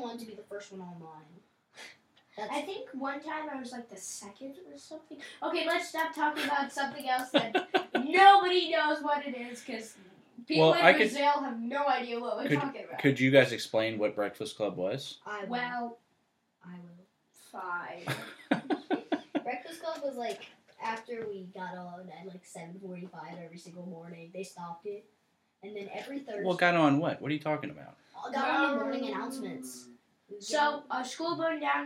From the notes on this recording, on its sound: We had some technical difficulties during this recording. Microphones were not operating. All of the audio was recorded from one mic in the studio and it was not apparent during the recording session. Despite the audio quality, we hope you can enjoy it.